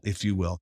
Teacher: And you also have to pay attention to the way the intonation changes, because when you say, if you will, it usually goes down